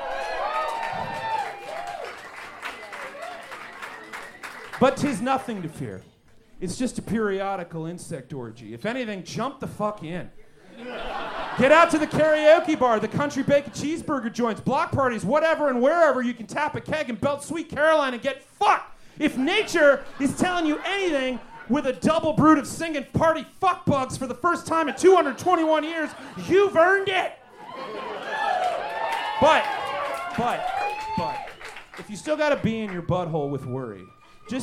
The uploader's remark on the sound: Recorded LIVE at Chicago’s Historic Green Mill Lounge on January 27th 2024 for The Paper Machete